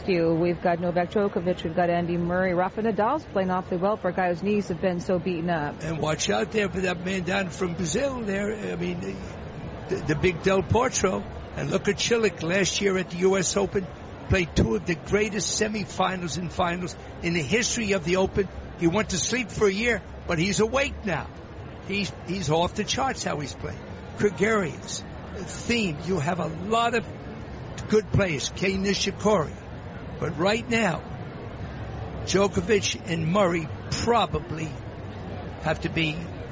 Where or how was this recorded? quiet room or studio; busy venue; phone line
busy venue